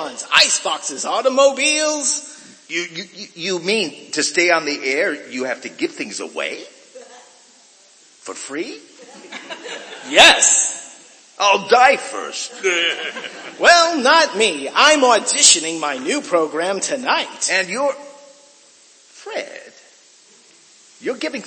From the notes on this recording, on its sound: Re-Imagined Radio presented a live performance by Willamette Radio Workshop actors and other community volunteers at Kiggins Theatre in downtown Vancouver, Washington. Audience count: 133. Streamed live on American Senior Radio Network.